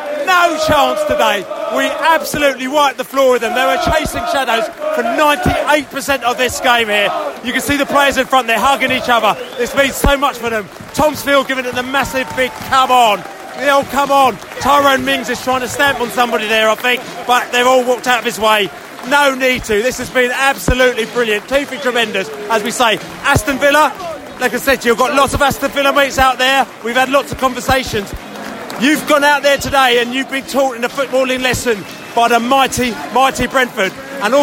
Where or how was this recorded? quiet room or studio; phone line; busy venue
busy venue